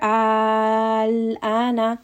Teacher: Lam will have a little bit of tawassut. Just rest on that lam for a little bit. But again, just pull for six vowel counts. The letter after does not have shadda. · Term: mad lazim kalimi mukhaffaf